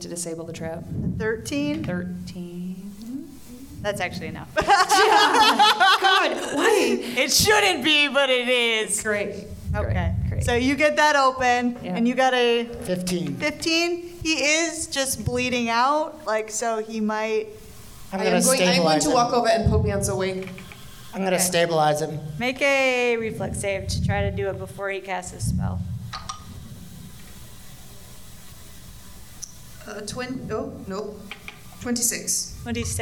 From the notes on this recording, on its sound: This episode was recorded live at Grand Rapids Comic-Con.